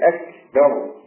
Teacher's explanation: بعض الناس للاسف تقول اكبر اكبر لا تهمس الكاف فتخرج جيما